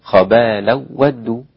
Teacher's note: خبالا ودوا أسقط الغنة خلف عن حمزة